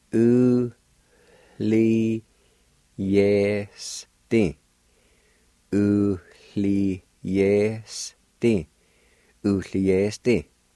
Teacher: there's a faint H sound right at the very beginning between the U and the L